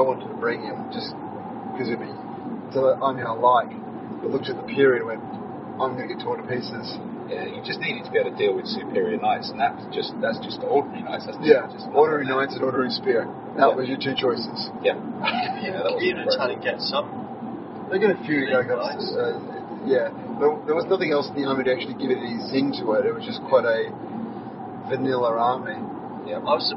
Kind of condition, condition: fault, phone or laptop microphone